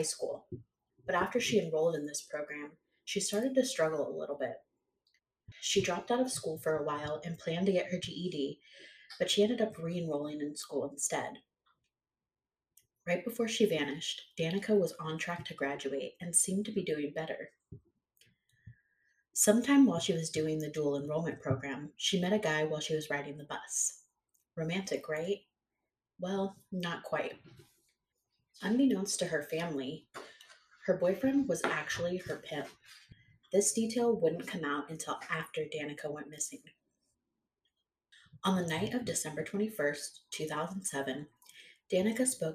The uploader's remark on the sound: Sorry about the audio quality. Still working out the kinks of recording!